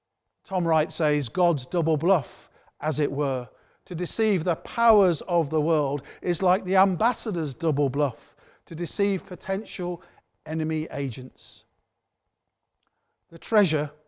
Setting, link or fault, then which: setting, large echoing room